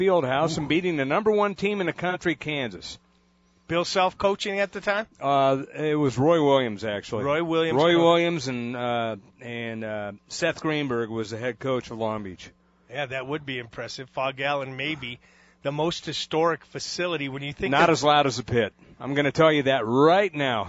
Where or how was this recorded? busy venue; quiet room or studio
busy venue